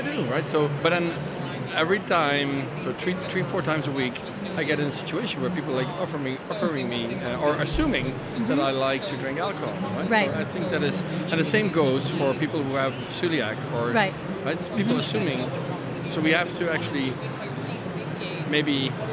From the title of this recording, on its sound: Live from #IMEXAmerica